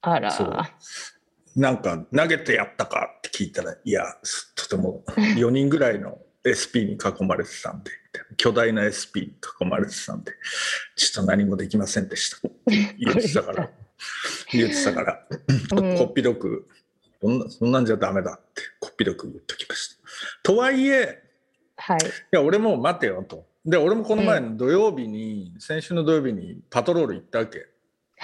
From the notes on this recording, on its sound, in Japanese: 本編は2021年7月16日に「Zoom」を使用し収録しています。